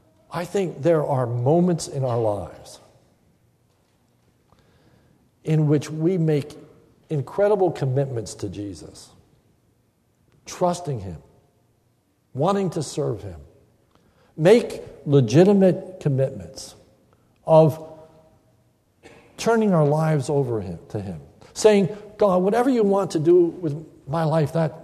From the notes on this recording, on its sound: This is a sermon recorded at the Lebanon Bible Fellowship Church in Lebanon, PA on 5/31/2015 during the morning service